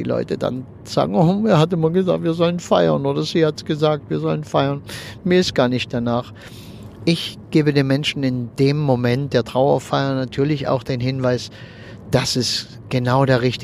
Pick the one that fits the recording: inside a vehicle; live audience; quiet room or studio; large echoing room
inside a vehicle